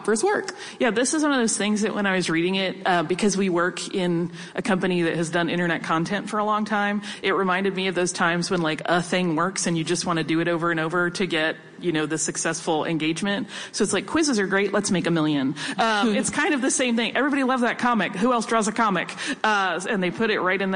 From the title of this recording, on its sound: SYMHC Live at NYCC